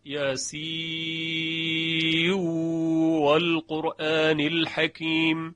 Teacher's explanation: در ادغام نون یاسین در واو و القرآن شعبه به ادغام میخواند